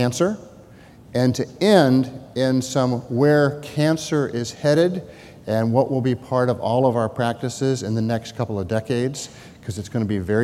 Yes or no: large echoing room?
yes